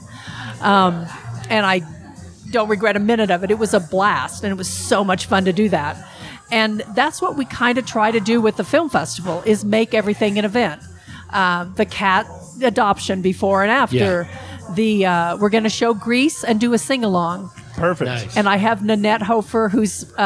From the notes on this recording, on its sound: Recorded at The Raven Café, Prescott, AZ under the stairs where the cool people hang out. Recorded at The Raven Café, Prescott, AZ under the stairs where the cool people hang out.